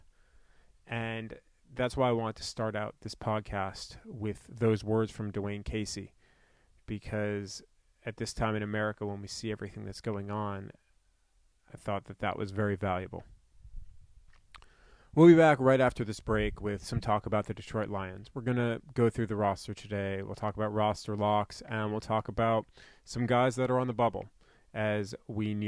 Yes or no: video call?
no